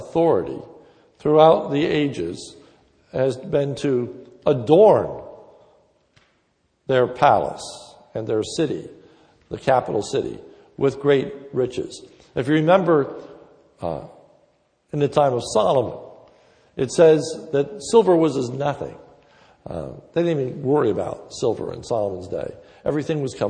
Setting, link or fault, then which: setting, large echoing room